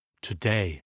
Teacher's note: Accent sur la première syllabe, easy. Accent sur la deuxième syllabe